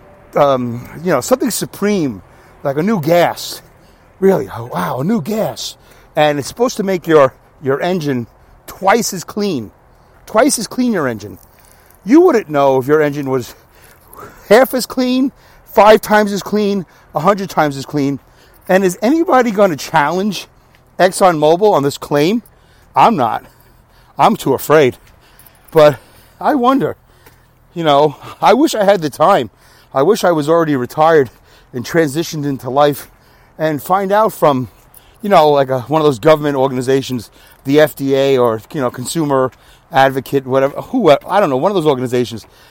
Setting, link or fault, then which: setting, outdoors